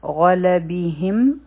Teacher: غین غټ حرف دی، لام نری دی